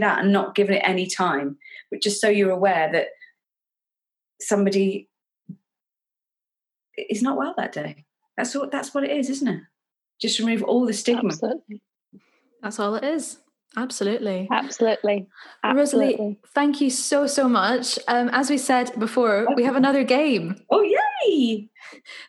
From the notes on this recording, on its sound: This episode was recorded over Zoom